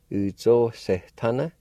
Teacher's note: the A by itself, toward the middle of the word, sometimes it might be silent or you can barely hear it